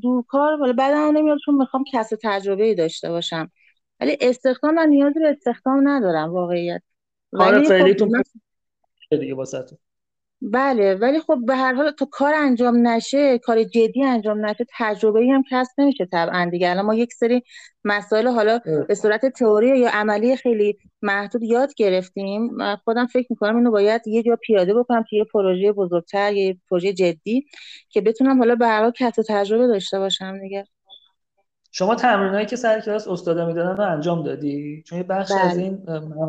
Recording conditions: video call